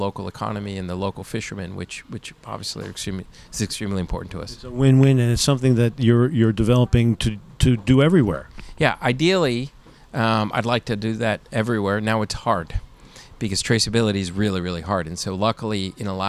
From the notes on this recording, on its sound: At this year’s Seatrade Global Conference.